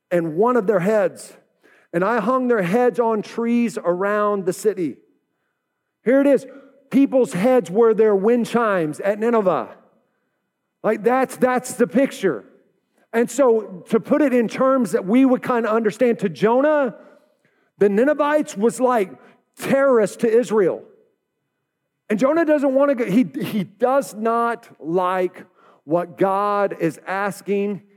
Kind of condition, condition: setting, live audience